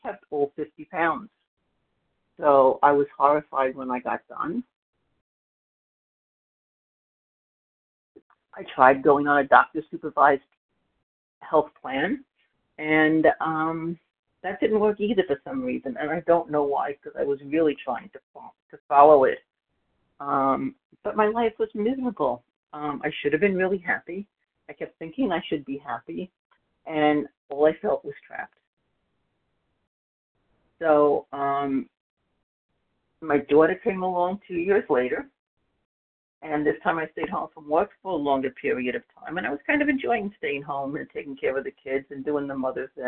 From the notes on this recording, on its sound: 100 Pounders Phone Meeting.